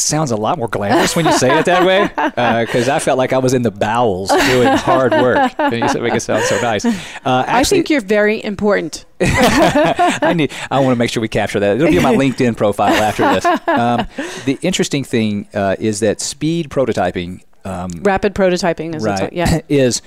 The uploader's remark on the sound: The Tech Cat Show Live From IIEX2016 NA! Headed to Atlanta June 2016 to interview thought leaders from the floor of the Insights Innovation Exchange Conference.